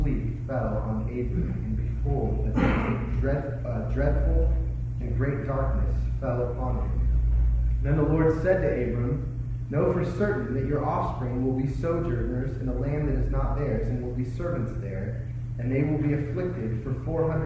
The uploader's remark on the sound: We apologize for the poor quality of the recording on this sermon.